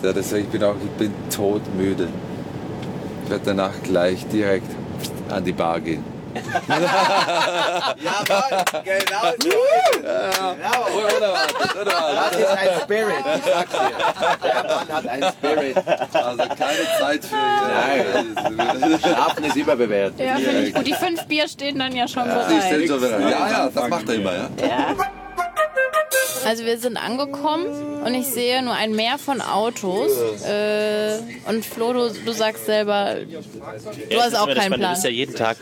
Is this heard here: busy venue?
yes